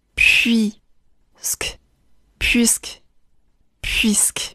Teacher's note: 这个单词中两个辅音，p，还有 k，依然保持送气的读法。 · IPA: [pɥisk(ə)]